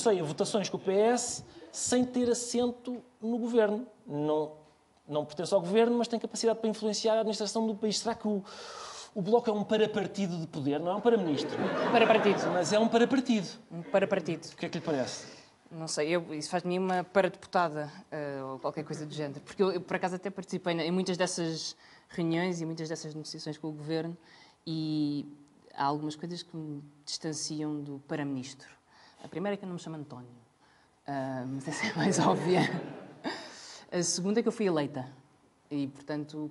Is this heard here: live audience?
yes